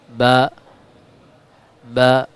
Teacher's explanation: Makhraj atau tempat keluar huruf ba terletak pada pertemuan antara bibir bawah dengan bibir atas. Huruf ba, cara mengucapkannya cukup dengan membenturkan atas dengan bibir bawah.